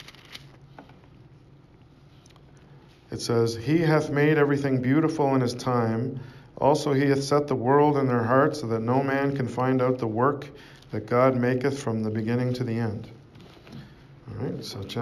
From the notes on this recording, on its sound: Preached at St Georges Manor, Toronto, Canada